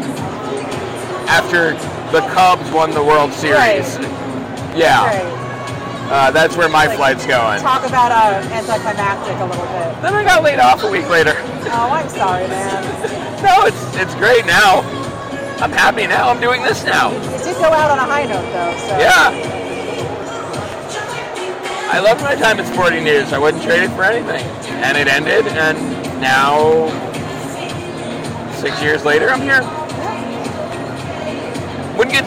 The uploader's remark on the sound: at Yankee Stadium on Thursday night to watch the Yankees take on the Astros